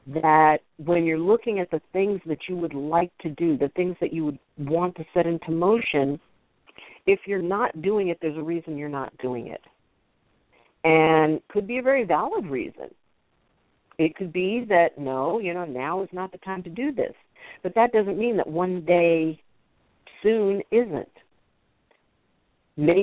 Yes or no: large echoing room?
no